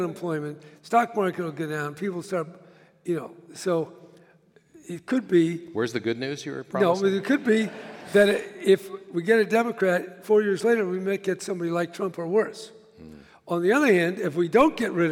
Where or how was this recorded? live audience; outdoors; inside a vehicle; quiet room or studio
live audience